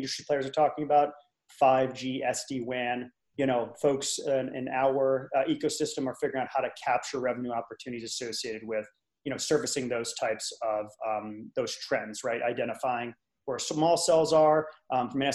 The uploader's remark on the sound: Live from Virtual ITW 2020